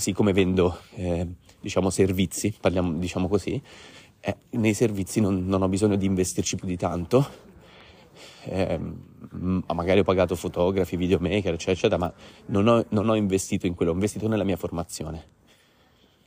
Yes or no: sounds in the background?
no